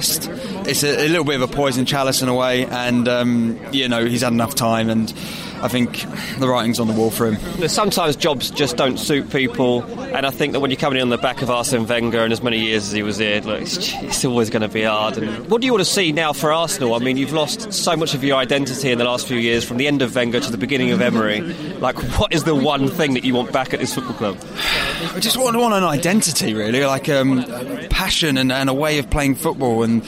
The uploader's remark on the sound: Live From The Emirates